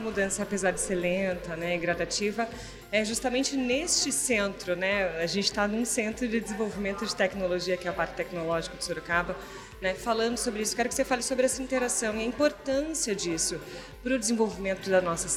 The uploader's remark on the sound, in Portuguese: em entrevista no evento de 10 anos do Parque Tecnológico de Sorocaba